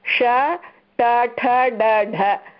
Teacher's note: ष ट ठ ड ढ सर्वं जिह्वायाः अग्रिमभागं मुखस्य उपरि भागे स्पर्शनं करोति. · Term: मूर्धन्य